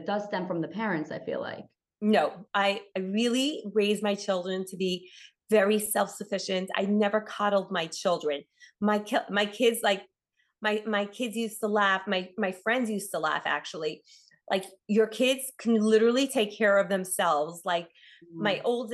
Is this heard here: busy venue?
no